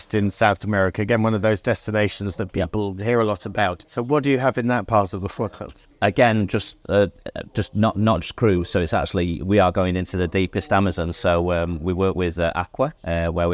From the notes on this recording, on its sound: Recorded during the Advantage Travel Partnerships special cruise conference in Paris onboard their stunning ship Joie de Vivre